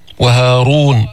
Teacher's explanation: والراء مفخمة في كلمة هارون لأنها مضمومة